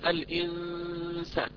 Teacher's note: السين من حروف الترقيق، إذا الغنة مرققة